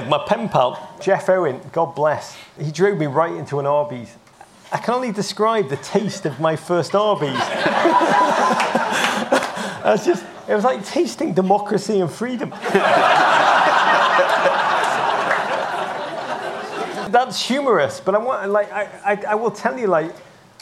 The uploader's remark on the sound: Live From Travel Week. In this Travel Week chat.